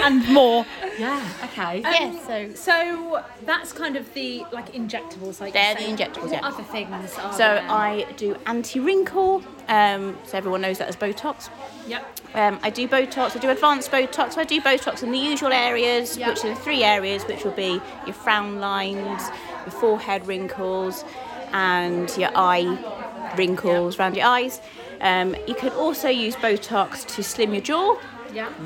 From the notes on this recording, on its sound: we are live from Hair Union in Sheffield